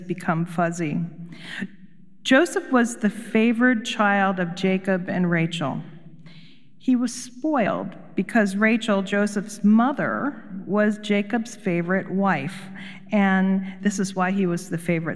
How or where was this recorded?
large echoing room